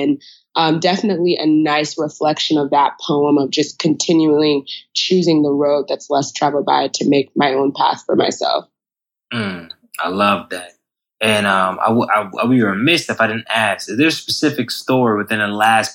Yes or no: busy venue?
no